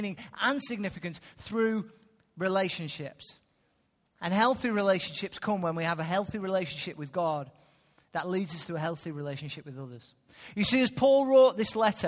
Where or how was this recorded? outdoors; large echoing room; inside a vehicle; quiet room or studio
large echoing room